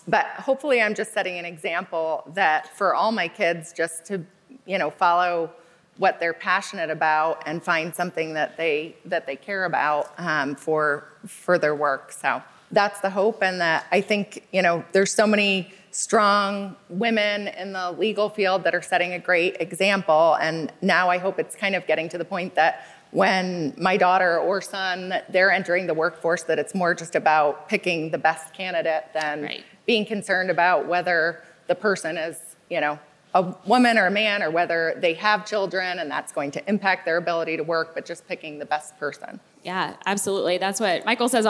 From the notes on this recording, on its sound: LIVE from the Game Changers Summit 3.